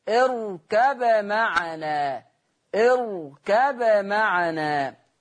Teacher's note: ورش هيظهر الباء، طب يترتب على إظهار الباء إيه؟ القلقلة